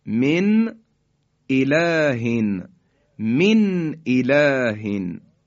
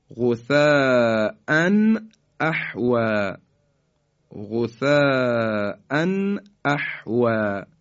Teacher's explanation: نون ساکن رو دقیقاً در مخرج خودش میگیم، خیلی مکس نمی کنیم · Term: اظهار